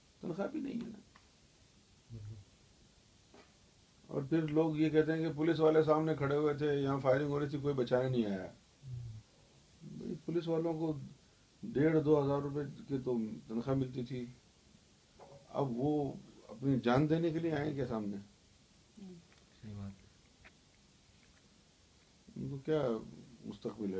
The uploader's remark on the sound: As we are having some technical difficulties, this video may not be up to the standard of quality our viewers are used to.